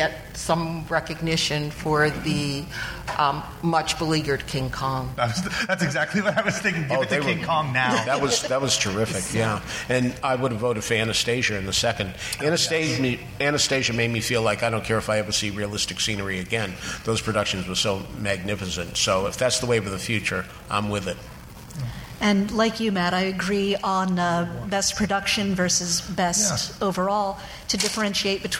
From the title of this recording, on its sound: Live at BroadwayCon